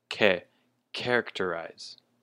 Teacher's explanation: characterize, the emphasis is on the first syllable